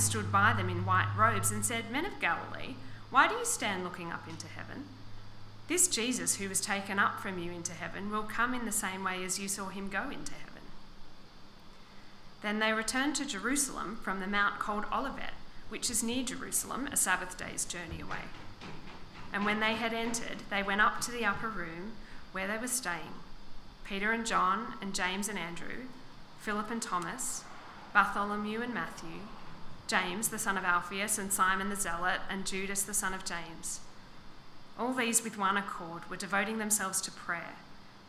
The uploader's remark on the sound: This sermon was preached on 4th February 2024 at all services of Helensburgh and Stanwell Park Anglican Church.